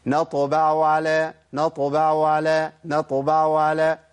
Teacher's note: العين بهتت خالص ما بقتش باينه